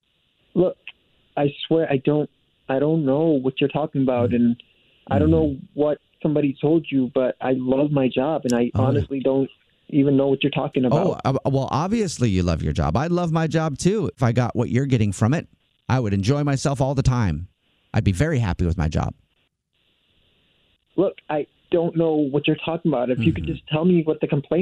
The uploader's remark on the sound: in this hilarious Phone Prank!